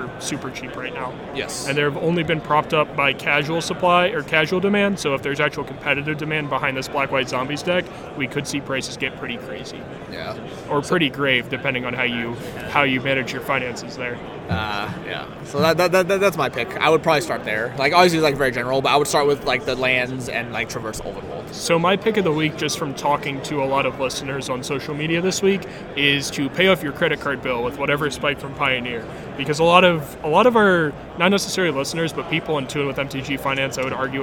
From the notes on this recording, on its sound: Live from GP Phoenix